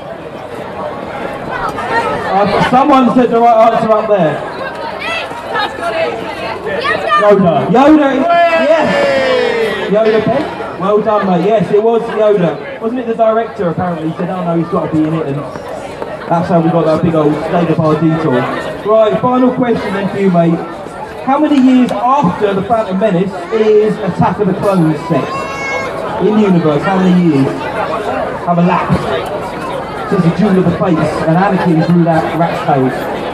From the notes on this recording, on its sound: LIVE Sessions from Portsmouth Comic Con 2023. Ended with a LIVE quiz from the event's main stage!